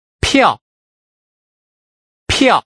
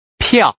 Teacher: This compound final, written with a falling tone, sounds like the yao in meow.